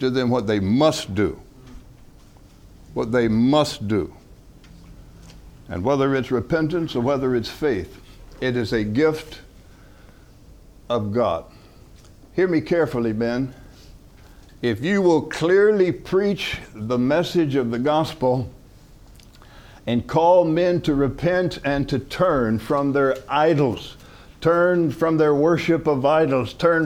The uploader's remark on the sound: From the HeartCry Asia Conference 2023